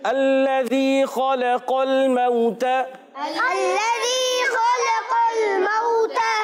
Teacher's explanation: خا کو پر کرنا ہے، قاف کو پر کرنا ہے، اور لام کو باریک رکھنا ہے، باریک پڑھنے ہیں، پڑھنا ہے اس کو.